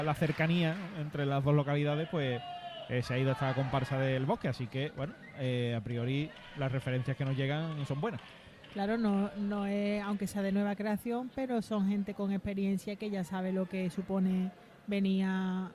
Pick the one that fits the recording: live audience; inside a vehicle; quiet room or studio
live audience